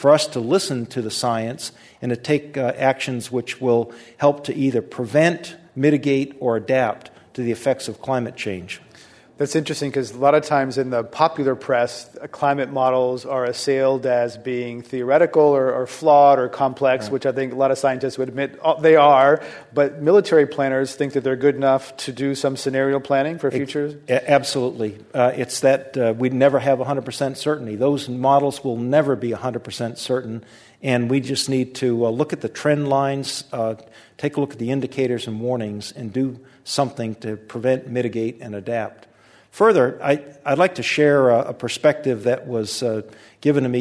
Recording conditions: live audience